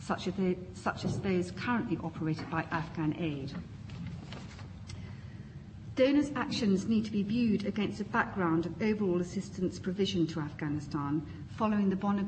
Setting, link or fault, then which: setting, large echoing room